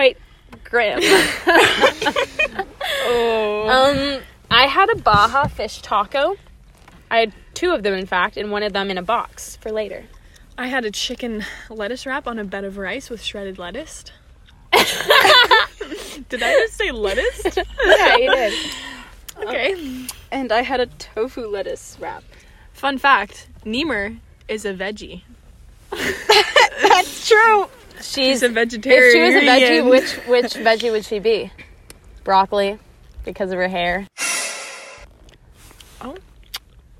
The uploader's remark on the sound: After a celebratory dinner we sit in the car.